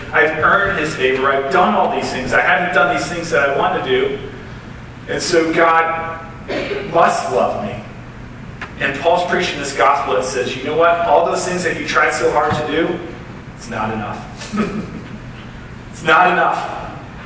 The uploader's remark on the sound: Sorry for the poor quality of this audio. I didn't properly plug it into the sound board, that is why you might occassionally hear voices in the background.